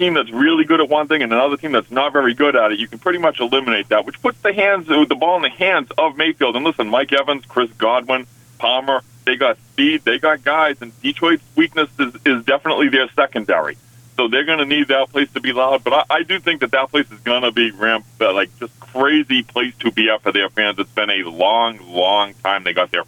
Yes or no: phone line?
yes